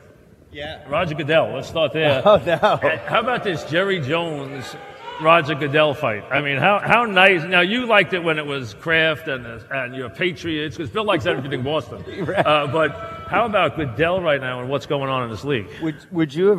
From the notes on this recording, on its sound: Live at the Tilles Center